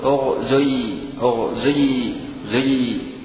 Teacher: قال: وحكي في هذه الصورة إشمام ما قبل ياء المخاطبة مع إخلاص ضم الهمزة، أغزي، أغزي، زي، يعني ليست ضمة خالصة وليست كسرة خالصة، وإنما جزء ضمة سابق يليه، أو يليه، نعم، جزء كسرة كثير لاحق، جزء ضمة قليل سابق يليه جزء كسرة كثير لاحق، فتقول أغزي، أغزي، زي، تأتي بإشارة إلى الضم، إشمام، يسمع، يسمع ضم في أول الابتداء بالحركة، وبقية الحركة هي أغزي.